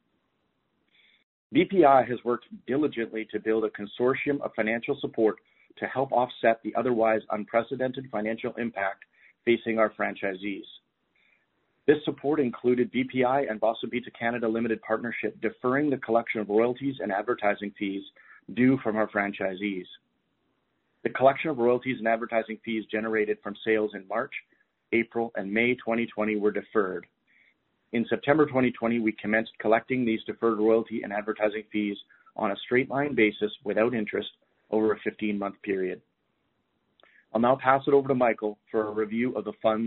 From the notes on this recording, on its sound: Third quarter 2020 earnings call for Boston Pizza Fund.